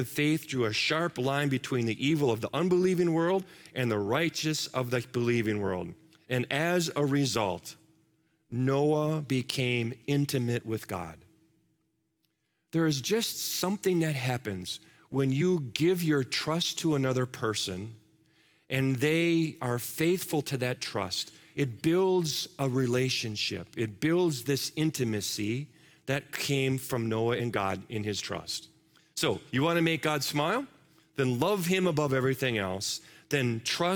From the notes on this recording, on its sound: Live from our Celebration Ministry Center